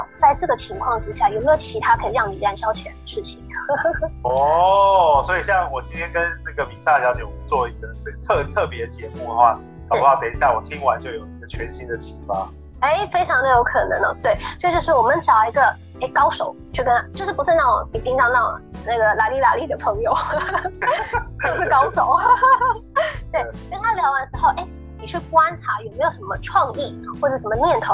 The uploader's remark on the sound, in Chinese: 本集節目採用遠端錄音，音質不佳請見諒